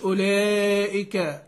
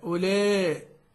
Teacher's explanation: نحافظ على الانفتاح اللي بين الشفتين، ونحافظ على الفتحة التي قبل الألف · Shown in: second take